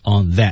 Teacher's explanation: on that T 失去爆破